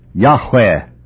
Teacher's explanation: The accent should be on the final syllable. · with the second syllable like the W-H-E in where, and accented